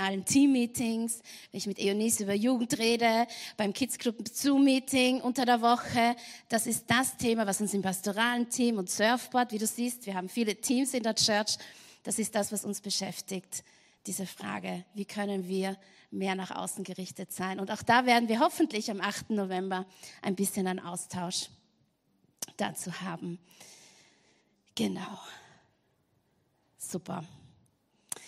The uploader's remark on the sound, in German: Gottesdienst live aus der LIFE Church Wien.